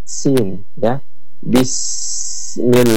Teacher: Ya, jadi sin, ketika kita menggunakan huruf sin itu, ya, makhrajnya di ujung lidah, kemudian hams dan rakhawah, sin, ya, bismillah, ya.